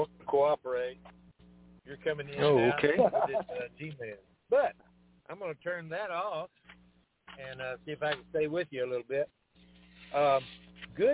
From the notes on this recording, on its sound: TNTSuperfantastic Conference Call